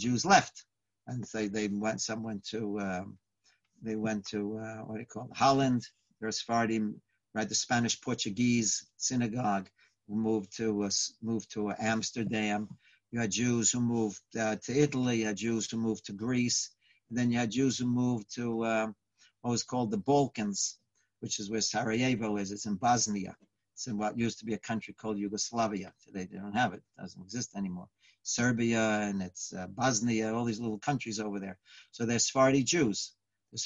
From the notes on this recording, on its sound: Live On Zoom.